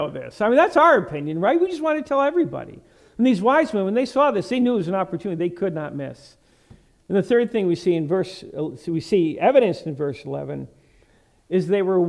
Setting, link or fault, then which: setting, large echoing room